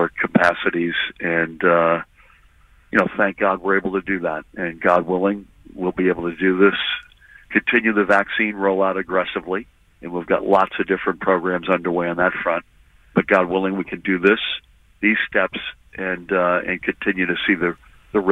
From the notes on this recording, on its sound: A live call-in special. On 93.9 FM and AM 820.